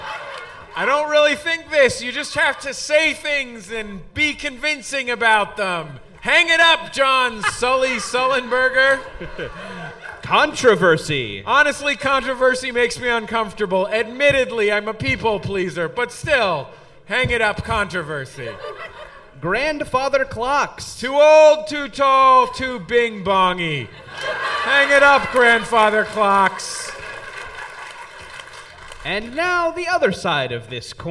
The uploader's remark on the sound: live on stage at MaxFunCon East